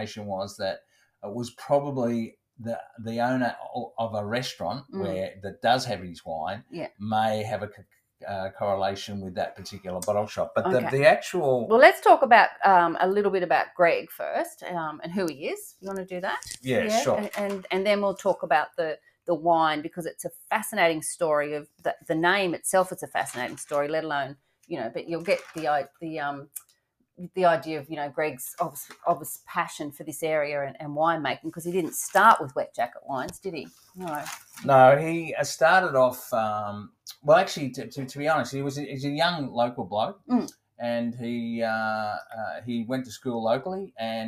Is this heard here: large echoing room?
no